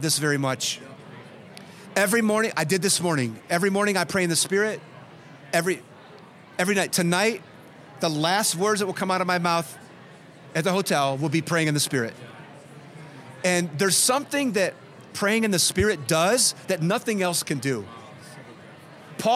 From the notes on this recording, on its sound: Podcast Q & A With A Live Audience In Michigan. Here are many questions from a live audience in Michigan.